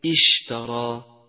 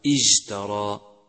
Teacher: يجب بيان همسه وتفشيه حتى لا يشتبه بالجيم، لأنهما من مخرج واحد · Shown in: first take · مثال ذلك اشترى، فلا بد من بيان صفتي الهمس والتفشي عند نطقنا لهذا الحرف، وإلا أصبح جيما، فبدل أن يقال اشترى يقال اجترى.